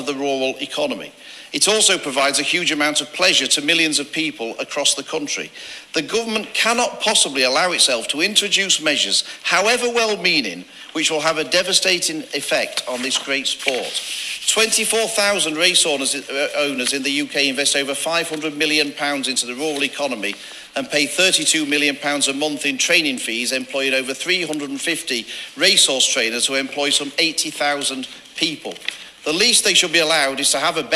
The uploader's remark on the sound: From the Hollow Bottom pub in Guiting Power, Glos, from the Cheltenham Handicap Weights launch.